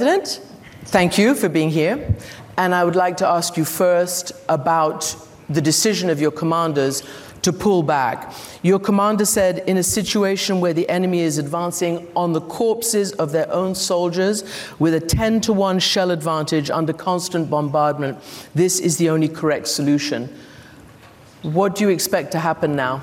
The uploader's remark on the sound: on stage at the Munich Security Conference